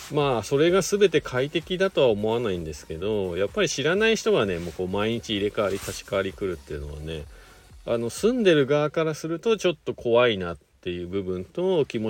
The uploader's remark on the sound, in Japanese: ゲレンデに滑りに行った時だけ配信になります。白馬八方スキー場で滑り終了後 車の中から。